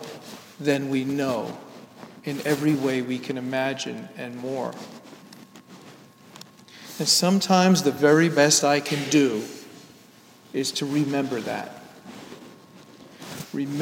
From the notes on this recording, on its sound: Sermon delivered at Downtown United Presbyterian Church Rochester, NY